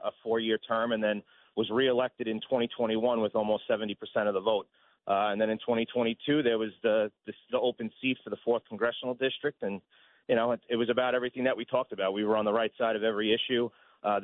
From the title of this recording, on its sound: calls